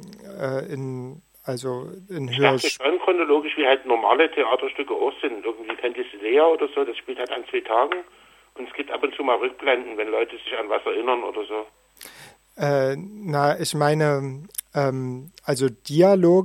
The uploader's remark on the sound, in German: Lesung und Gespräch am Telefon